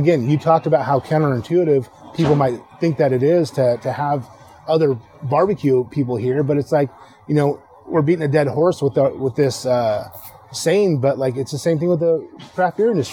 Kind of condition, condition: setting, busy venue